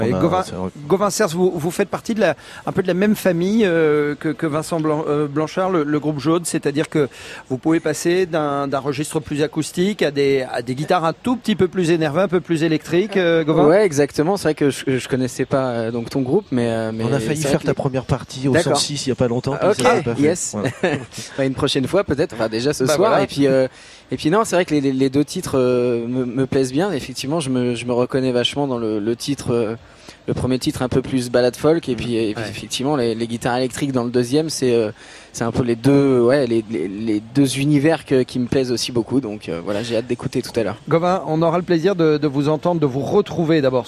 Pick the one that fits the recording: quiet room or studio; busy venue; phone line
busy venue